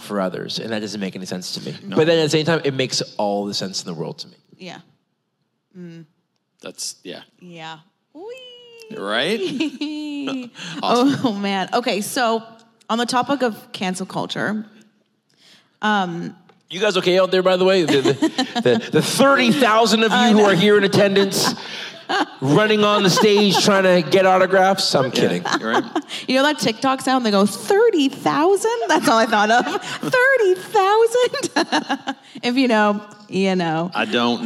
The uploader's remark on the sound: a special LIVE recording of There Must Be More